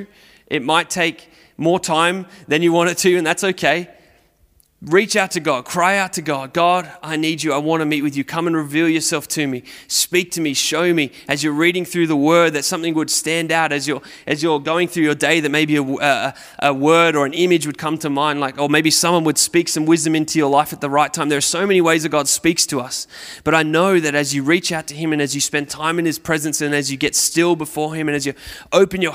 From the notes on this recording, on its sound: Recorded at Restore Church on September 12th, 2021